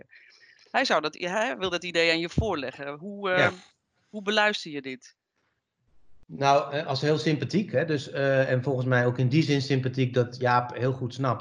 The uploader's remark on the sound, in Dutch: Omdat ook wij vanwege de coronamaatregelen niet de campus van Windesheim op kunnen, is deze aflevering opgenomen via Microsoft Teams in plaats van in de C-kantine van Windesheim.